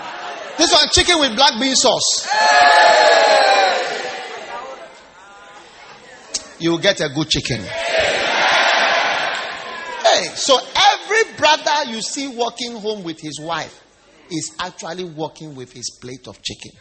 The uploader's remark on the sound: Preached at the First Love Church, Easter Service at the Qodesh.